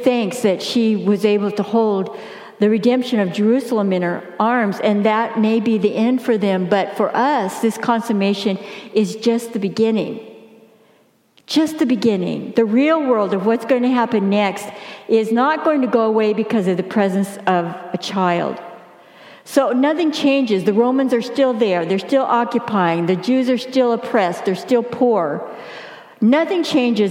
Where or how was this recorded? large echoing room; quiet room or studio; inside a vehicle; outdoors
large echoing room